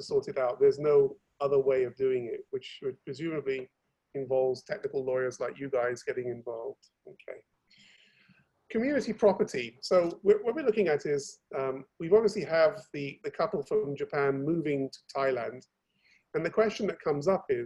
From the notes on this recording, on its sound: Thailand Private Client Virtual Round Table. Webinar audio recording.